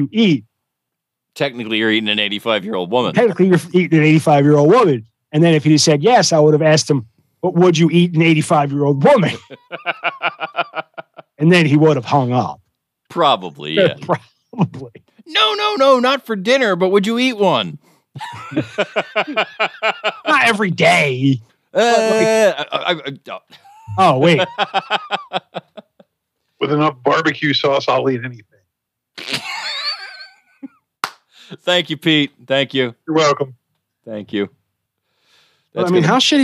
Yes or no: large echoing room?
no